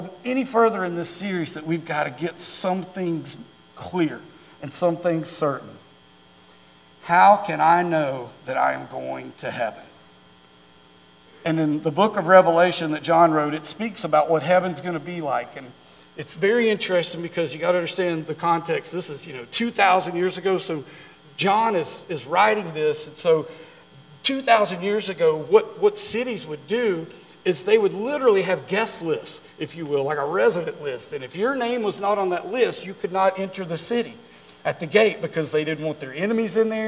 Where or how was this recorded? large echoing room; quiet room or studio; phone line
large echoing room